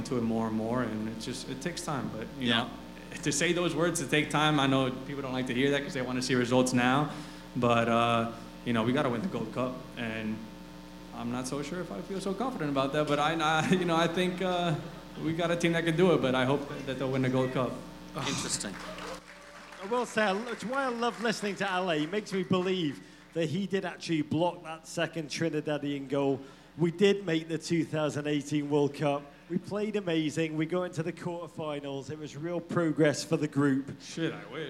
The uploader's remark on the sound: USWNT World Cup Pod Live in Philadelphia.